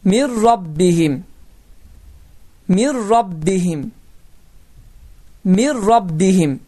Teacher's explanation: Artık bu misaldan biz gördük ki burada el-idgam bilagunne kaydası baş verir. Yani birinci harf olan sukunlu nun okunmayacak. İkinci harf olan ra harfi ise koşalaşacaktır.